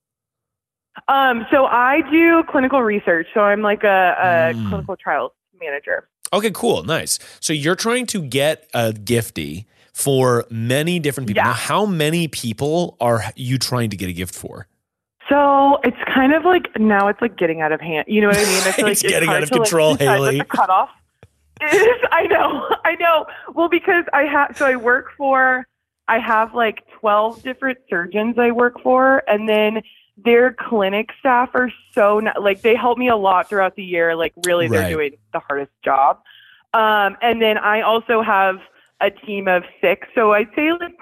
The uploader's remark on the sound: Is alone in the studio, taking phone calls by himself and giving one-on-one coaching.